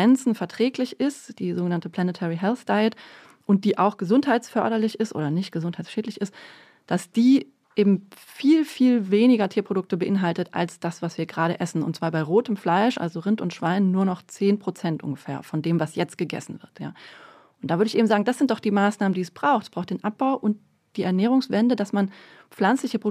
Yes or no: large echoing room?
no